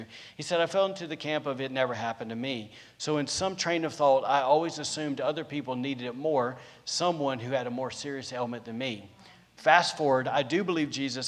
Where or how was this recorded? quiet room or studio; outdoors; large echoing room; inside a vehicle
large echoing room